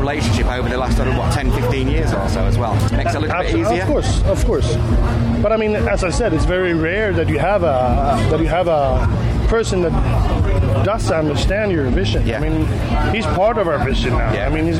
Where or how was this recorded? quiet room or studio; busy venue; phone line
busy venue